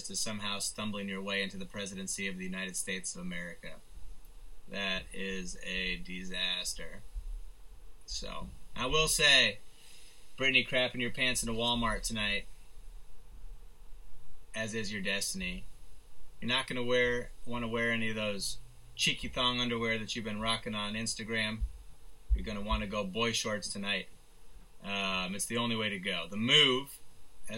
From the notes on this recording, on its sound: Apologies for slightly wonky audio this week, had to jump through a couple hurdles in order to rescue a corrupted file.